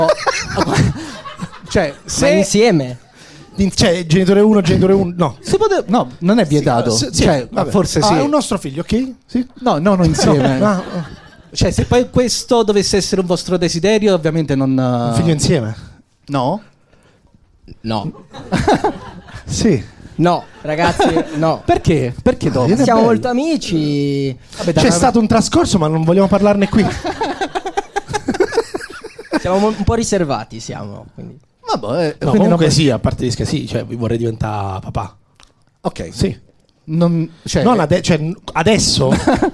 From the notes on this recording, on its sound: Live dal GhePensiMi di Milano